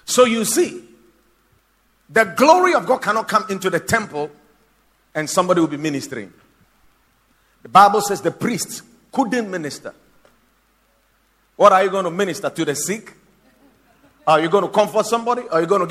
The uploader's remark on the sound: Preached at the Watered Garden Church